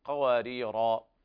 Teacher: في الوقف هذا التنوين يبدل مد عوض عن التنوين المحذوف · Term: الإبدال